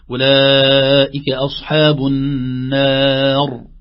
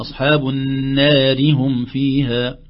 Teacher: إذا لها حالتان إذا وقفنا فخمنا للسكون ثم قبلها المد وإذا وصلنا رققنا لأنها ستأخذ حركتها وهي الكسرة. آخر تنبيه أولئك أصحاب النار ثلاث همزات متتالية نحذر من التسهيل نقول أولئك أصحاب النار لا نقول بتحقيق الهمزة مخرجها من الحلق أولئك أصحاب النار والله أعلم.